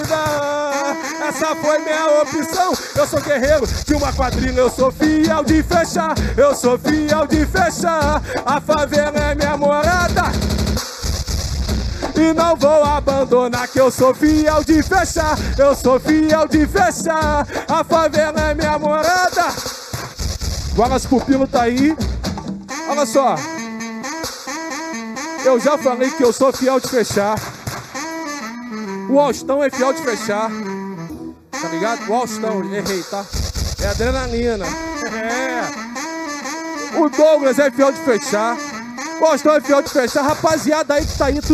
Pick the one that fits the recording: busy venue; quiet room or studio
busy venue